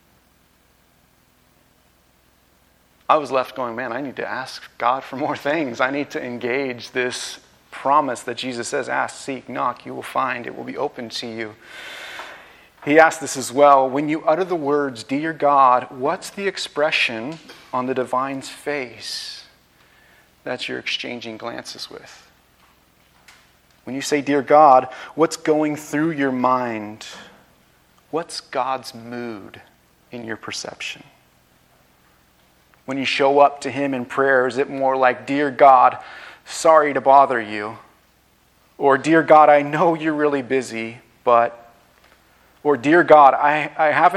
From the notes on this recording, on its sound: This message was recorded on May 14, 2023, at View Ridge Middle School in Ridgefield, Wa.